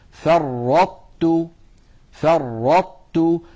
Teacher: يصطدم اللسان على طاء غير مقلقلة ثم يتباعد عن مخرجه بتاء مرققة